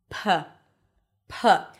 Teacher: The P sound is produced with the lips closing. The air pressure builds up and then you release the air with a puff, puh, puh. Here, it's just the air that comes out through your mouth.